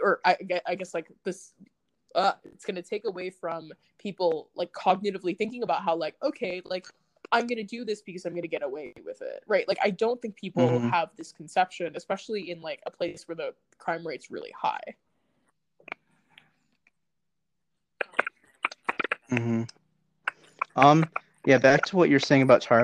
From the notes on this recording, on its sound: This was recorded remotely so there are some audio issues (random drops, weird typing noises, delay so sometimes people talk over each other)